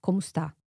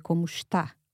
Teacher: in Portugal, I'd be more likely to say como está with a sh sound · Shown in: second take · It's a bit like the difference in English between the words si and she.